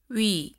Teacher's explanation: Этот звук образуется из сочетания звука «у» и звука «и».